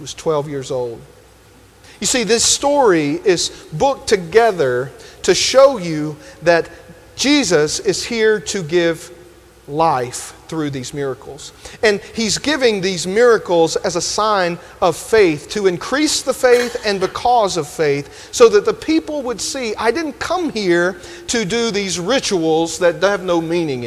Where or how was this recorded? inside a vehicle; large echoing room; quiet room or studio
large echoing room